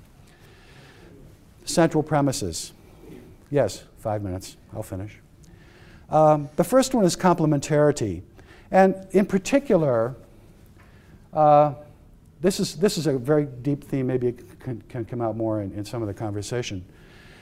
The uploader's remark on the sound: lecture was a part of the Society of Catholic Social Scientists Conference